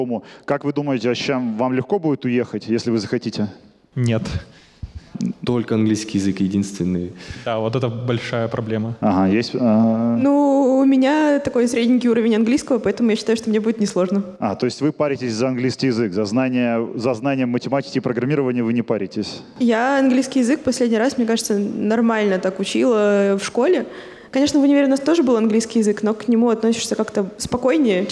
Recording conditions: live audience